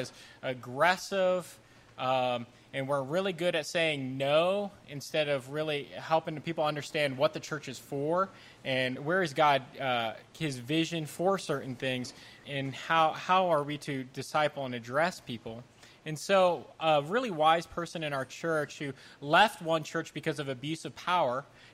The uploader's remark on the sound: The Boundless team recently held a live event at Third Space Coffee in Colorado Springs. Joining us were three pastors from the area. Over 80 young adults sipped coffee and listened in.